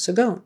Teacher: You pronounce it with a with a G sound, seconde.